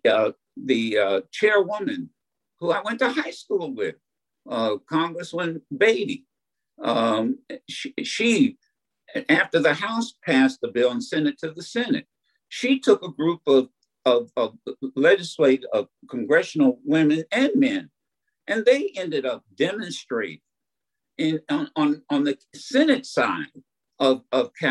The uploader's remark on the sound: Keynote address to a virtual networking event hosted by The Michigan Banner in conjunction with the Rising of the Phoenix organization and sponsored by Delta College.